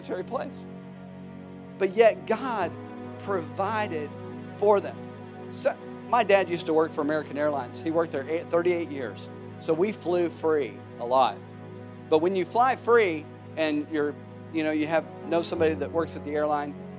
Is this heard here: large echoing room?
yes